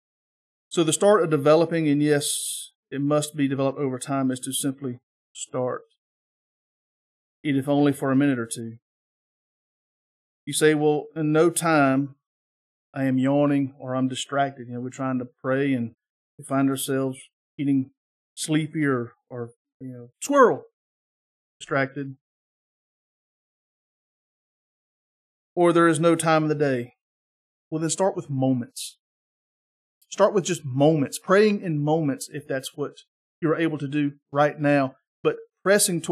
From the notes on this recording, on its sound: This is the sermon from our Sunday morning Worship Service on 8-6-23